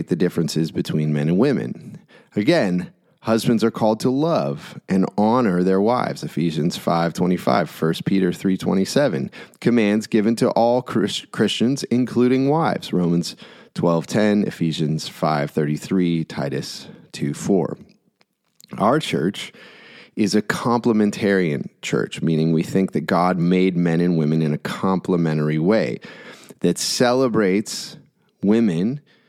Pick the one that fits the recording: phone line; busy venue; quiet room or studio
quiet room or studio